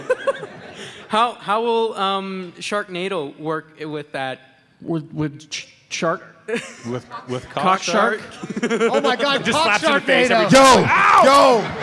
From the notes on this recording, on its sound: LIVE from Salt Lake Comic Con. Our panel recorded LIVE in its entirety, your questions.